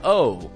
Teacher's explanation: the long O moves while we pronounce it